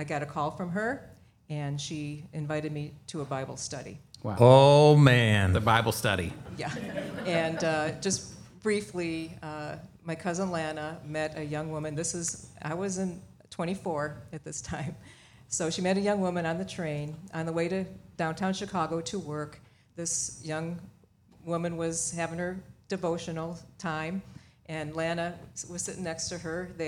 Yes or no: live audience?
yes